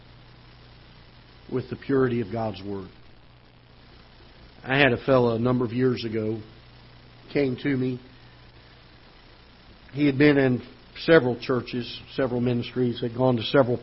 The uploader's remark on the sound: Ketha Heights Baptist Church ~ Live Broadcast